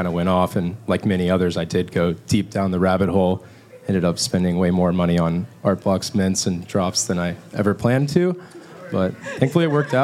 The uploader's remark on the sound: During NFT Paris, in a room full of some of the best generative artists in the world, we recorded this one hour conversation